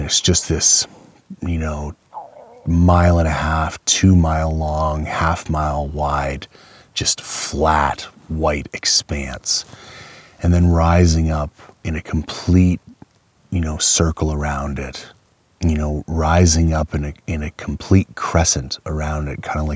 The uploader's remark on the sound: He took a field recorder with him on his latest adventure and tried to record a live hunt podcast as best he could.